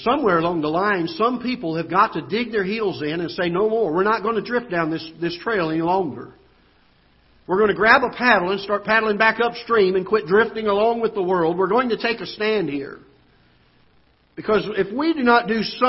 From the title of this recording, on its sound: Ketha Heights Baptist Church ~ Live Broadcast